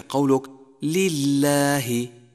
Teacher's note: رققت لام لفظ الجلالة لأنها سبقها حرف مكسور · Term: ترقيق لام لفظ الجلالة